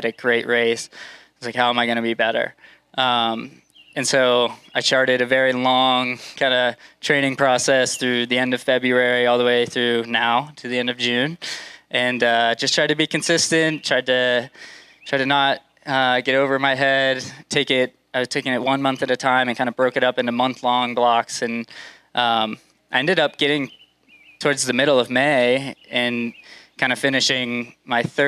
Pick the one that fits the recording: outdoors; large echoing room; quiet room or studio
outdoors